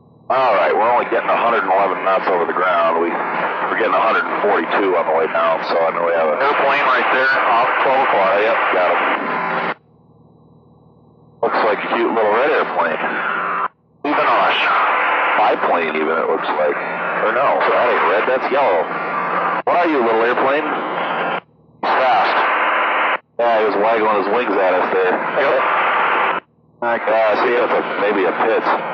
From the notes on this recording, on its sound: Back to a cockpit audio episode this week. This is an Oshkosh arrival.